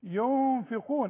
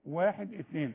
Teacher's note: احنا بنقول النون اللي بدون تشكيل، هنا عايزة غنة. ينفقون والغنة بمقدار 2 ثانية، 1 2. بشكرك واتصلي بينا علشان انت بقيتي ليكي حبيبات في مصر.